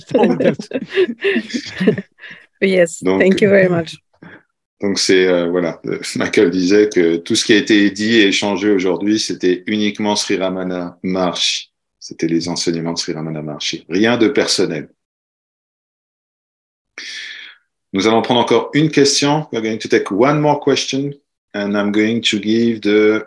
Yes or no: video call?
yes